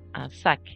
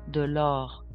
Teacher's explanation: the C, the R, the F, and the L at the end of the words are pronounced